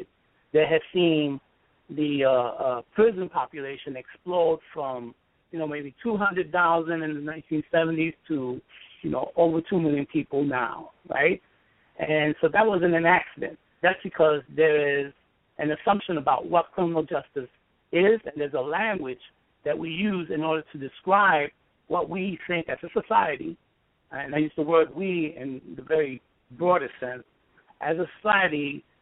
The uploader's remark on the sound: in a phone interview